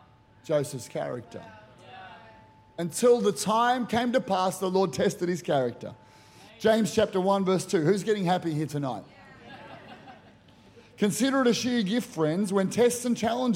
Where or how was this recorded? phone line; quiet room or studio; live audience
live audience